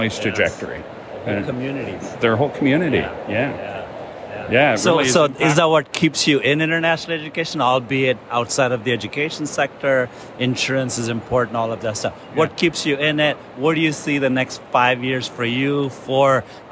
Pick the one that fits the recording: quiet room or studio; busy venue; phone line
busy venue